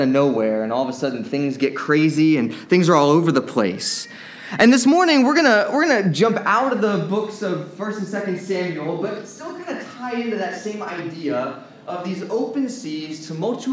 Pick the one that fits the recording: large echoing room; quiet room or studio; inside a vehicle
large echoing room